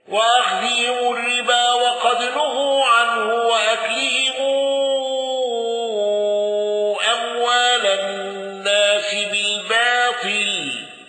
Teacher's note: الأزرق بإشباع الصلة